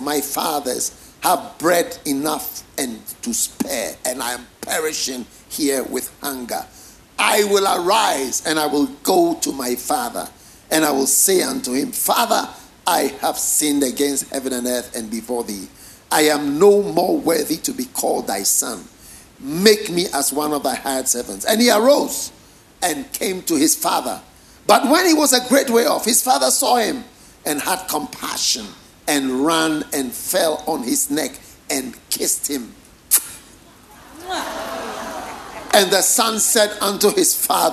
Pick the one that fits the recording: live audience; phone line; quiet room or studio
live audience